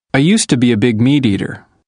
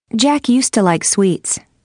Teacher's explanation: Notice how the pronunciation of to in used to changes to ta. · Term: Sound reduction